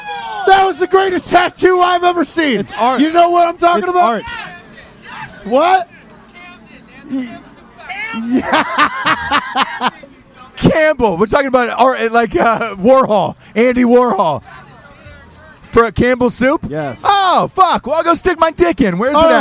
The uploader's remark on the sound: live from the Army/Navy tailgate partying with everyone in town for the game